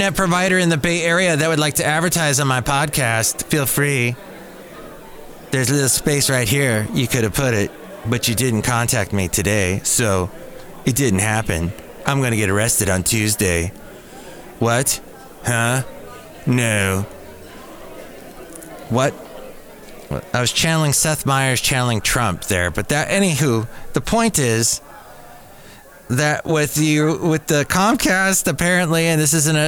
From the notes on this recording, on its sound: podcasts live from Cafe Anyway